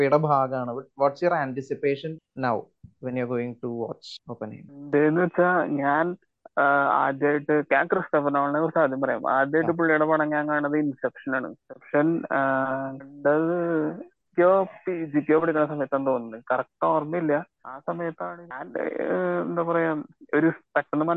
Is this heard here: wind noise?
no